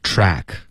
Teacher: 这个 A 的音嘴巴要张开特别大